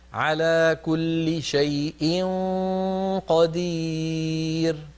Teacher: فخم الغنى عند الإخفاء عند القاف